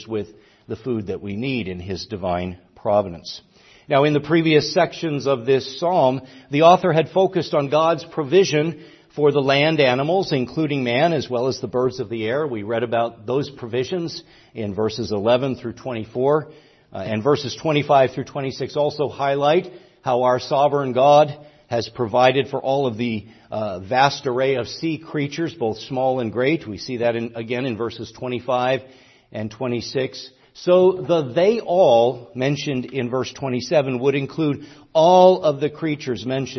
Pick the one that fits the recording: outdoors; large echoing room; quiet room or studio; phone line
large echoing room